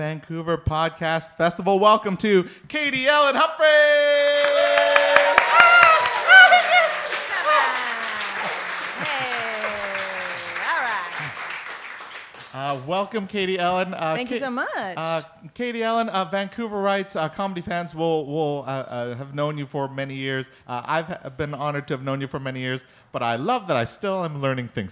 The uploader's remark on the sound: live episode recorded for the Vancouver Podcast Festival